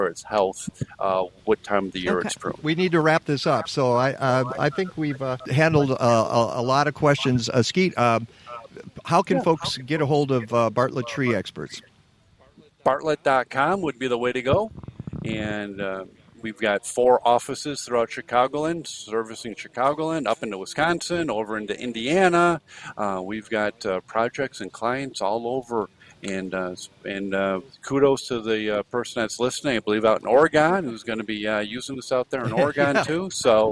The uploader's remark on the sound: On the Road at The Growing Place. Today we're streaming live from The Growing Place in Aurora, Illinois.